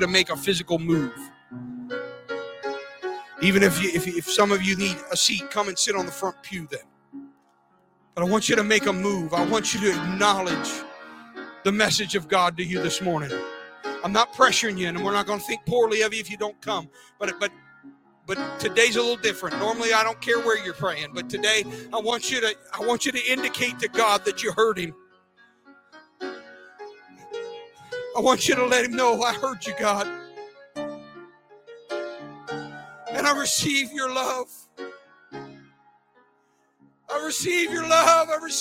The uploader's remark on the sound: This sermon was recorded live on October 2nd, 2022 at Newark United Pentecostal Church.